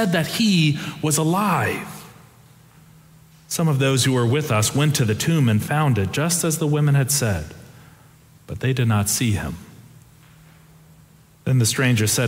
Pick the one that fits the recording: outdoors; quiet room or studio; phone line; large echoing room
large echoing room